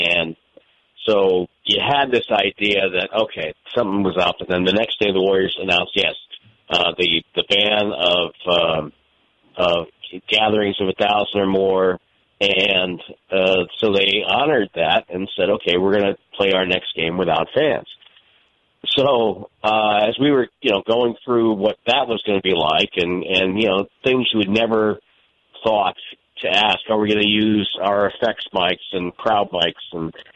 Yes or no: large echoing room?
no